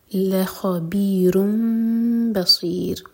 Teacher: اقلاب کریں گے تو میم کو ہولڈ کریں گے دو سیکنڈز، لیکن ہوٹ کو ٹائٹ بند نہیں کریں گے. لخبیرن بصیر، صاد ہیوی اور ان میں رو باریک.